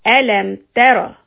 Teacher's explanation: make sure the ra is heavy and one count only.